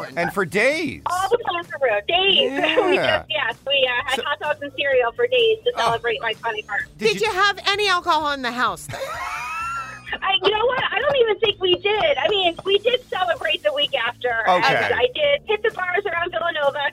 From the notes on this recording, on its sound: Listeners call in to share their 21st birthday stories as well.